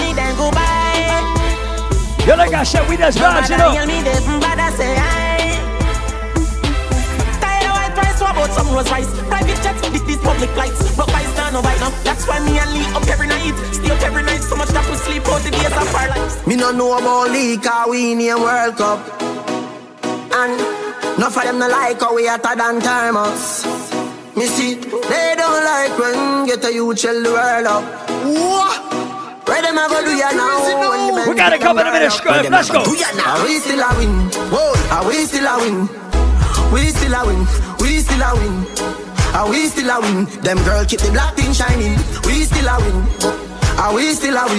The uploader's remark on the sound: Live audio! Live at Island Saturdays on Sept 9th.